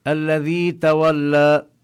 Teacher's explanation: الذال مكسورة وبعدها حرف الياء، فينبغي أن نمد الصوت قليلا مدا طبيعيا